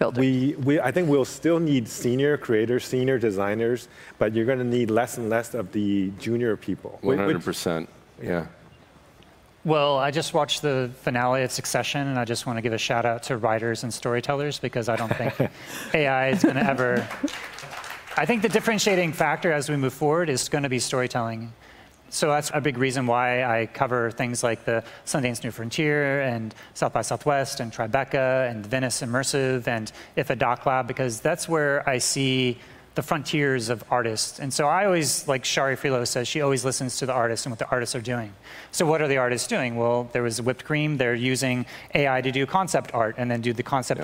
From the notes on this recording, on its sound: I had a chance to participate in a panel discussion. On the main stage of Augmented World Expo on the opening day.